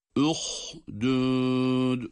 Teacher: dal harfi cezimli olduğu için kalkale ile okuyoruz. Yani cezimle durduğumuz için.